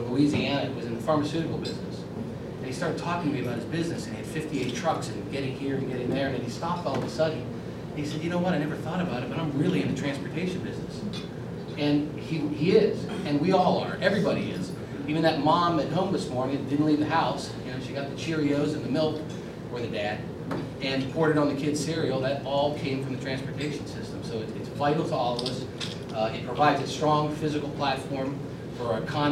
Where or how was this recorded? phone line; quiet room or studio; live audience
live audience